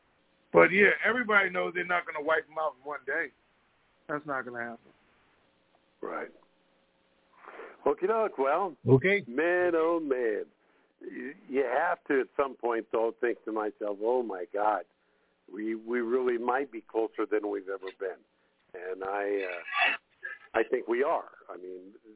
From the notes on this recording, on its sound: TNTSuperfantastic Conference Call - Wednesday, May 25, 2022